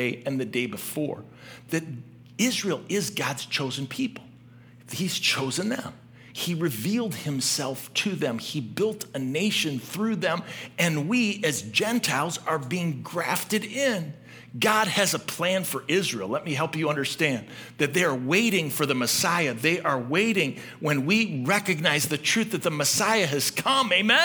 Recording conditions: large echoing room